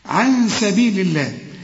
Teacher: احنا رققنا لفظ الجلالة، لأن مدام لفظ الجلالة يسبقه حرف مكسور رق